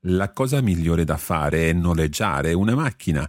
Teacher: The fare and è run together.